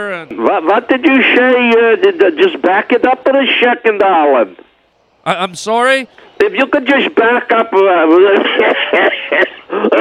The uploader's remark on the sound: Phone calls from listeners. Prank UFO calls and listener phone messages.